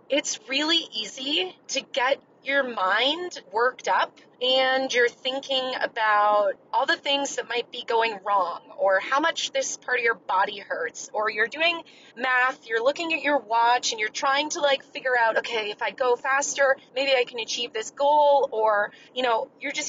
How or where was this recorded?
inside a vehicle